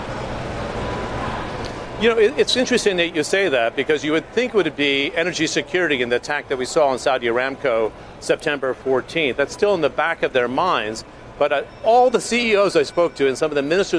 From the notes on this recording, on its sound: live from The New York Stock Exchange